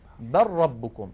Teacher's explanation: الذي فطرهن، فلا نقول بل ربكم بل نقول بل ربكم، يعني نحول اللام إلى راء وندغم الراء في الراء